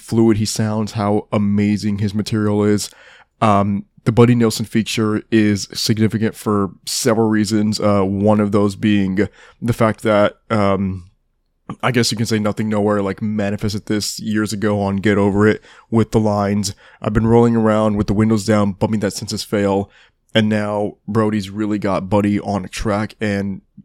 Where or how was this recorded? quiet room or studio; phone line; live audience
quiet room or studio